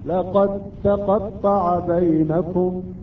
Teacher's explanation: أيضا كثير عندنا تأتي الدال وبعدها حرف التاء، الدال ساكنة وبعدها حرف التاء حرف متحرك. هنا تدغم الدال في التاء ولا نأتي بقلقلة الدال · Term: إدغام متجانس